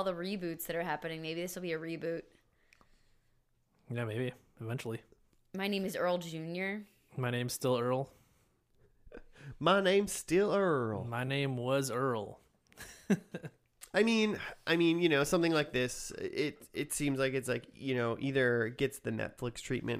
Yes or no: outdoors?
no